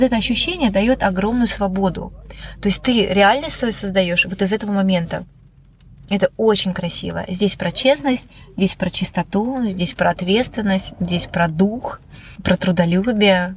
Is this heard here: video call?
no